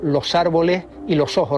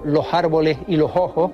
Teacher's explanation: tiende a consolidarse la aspiración de ese final de sílaba · Shown in: second take